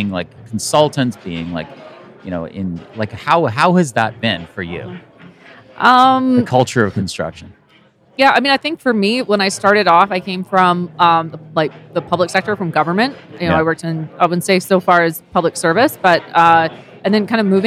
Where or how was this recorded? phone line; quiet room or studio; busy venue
busy venue